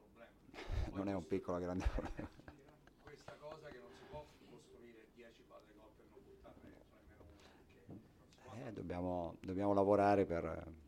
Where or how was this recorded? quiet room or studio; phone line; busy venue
busy venue